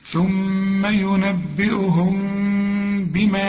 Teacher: الميم دي لو تبصلها هتلاقيها بدون تشكيل، أيوة، شوف لا ضمة ولا فتحة ولا كسرة، بيجي بعدها به، بيحصل للميم إخفاء، نخفي الميم